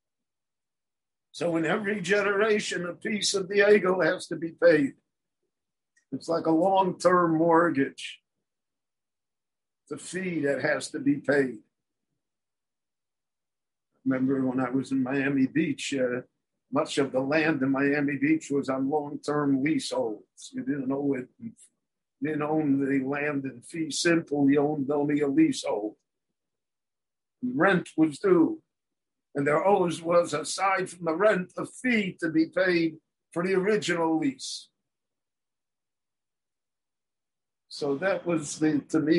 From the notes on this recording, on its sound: given LIVE in Jerusalem via Zoom